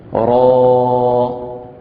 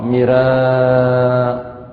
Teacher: فالراء مفتوحة وممدودة راء، ومرققة مراء